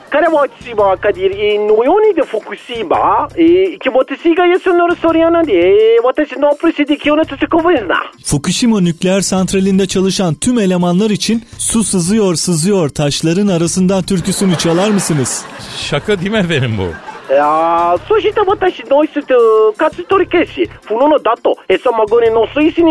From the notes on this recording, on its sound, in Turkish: Fukushima santrali yöneticisi ile telefon görüşmesi